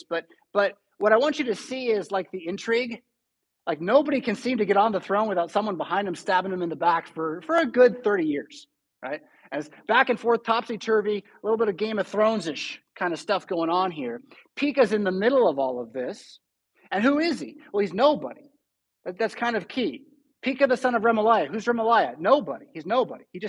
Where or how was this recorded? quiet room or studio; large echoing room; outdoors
large echoing room